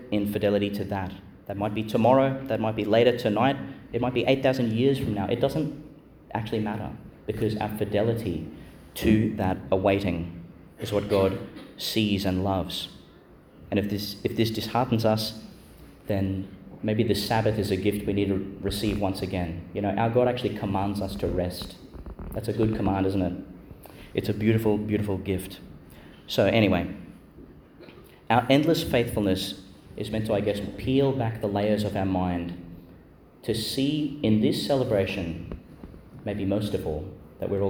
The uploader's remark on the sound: Delivered in St Mary's Church, Ubobo, and Our Lady Star of the Sea Church, Gladstone, Qld.